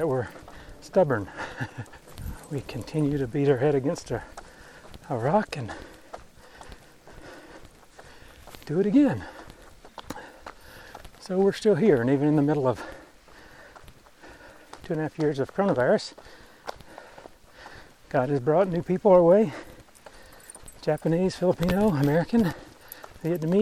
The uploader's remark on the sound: I have lots of time to think while walking the dog. Recently I am also carrying a 10kg pack while walking so a recorder was easy to stick on top!